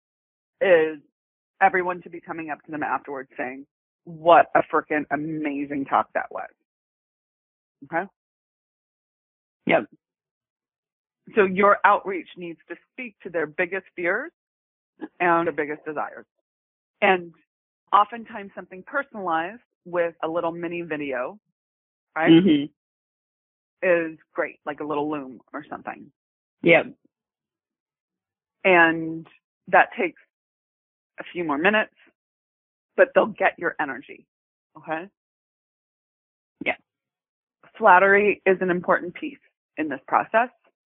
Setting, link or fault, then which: link, phone line